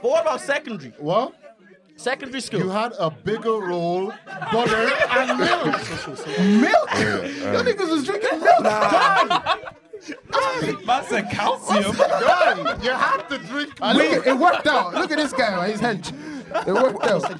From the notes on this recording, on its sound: The live show was held at the Podcast Studios here in Dublin. With our live studio audience.